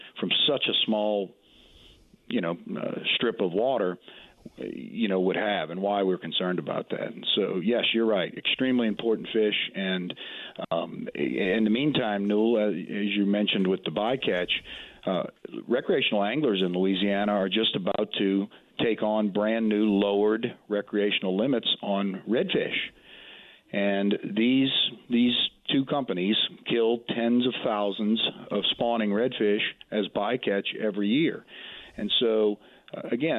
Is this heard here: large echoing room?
no